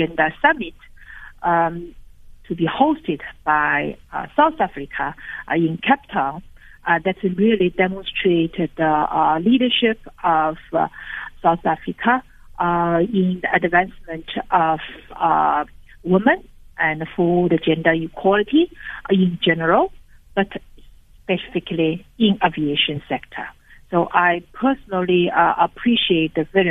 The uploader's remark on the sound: Guest (phone)